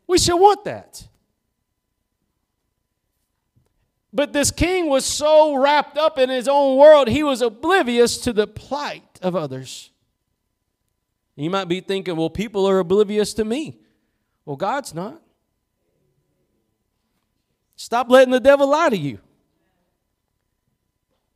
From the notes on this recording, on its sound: Preached at Gospel Lighthouse in Bossier City, La.